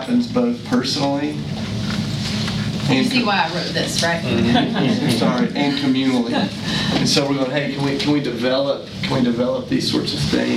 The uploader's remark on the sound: Today’s audio comes from the National Disciple Making Forum by Discipleship.org. An organization called Renew led a track called “Renewing the Teaching of Jesus for Disciple Making.”